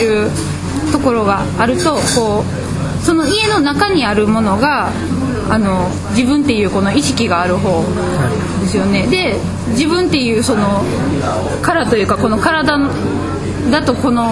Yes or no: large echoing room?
no